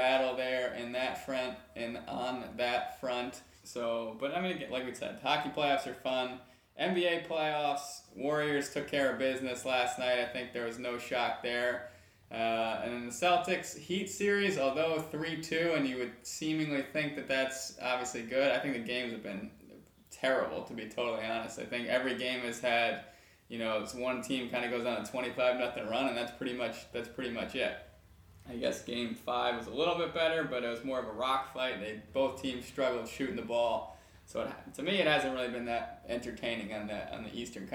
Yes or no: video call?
no